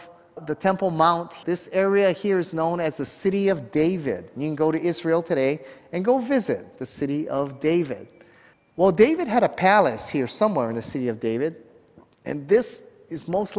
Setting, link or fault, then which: setting, large echoing room